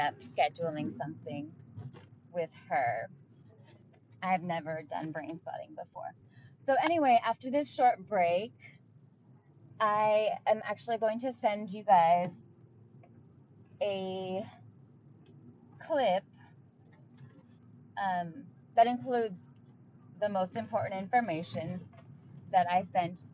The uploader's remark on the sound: I decided to share the first audio message I sent to my old counselor.